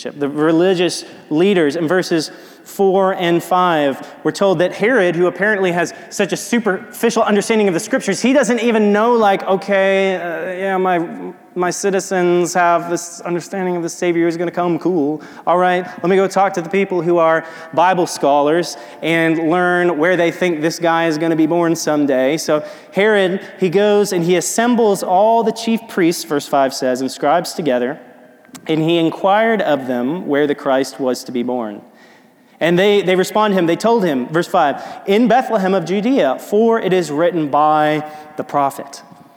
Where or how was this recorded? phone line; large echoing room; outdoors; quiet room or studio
large echoing room